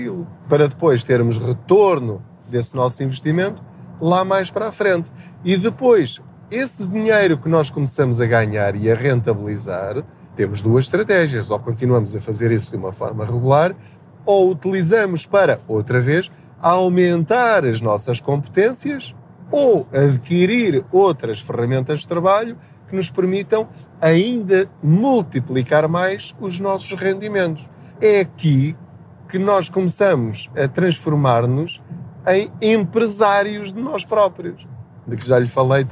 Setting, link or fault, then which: setting, inside a vehicle